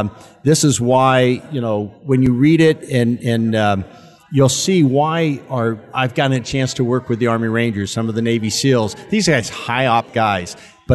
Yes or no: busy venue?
yes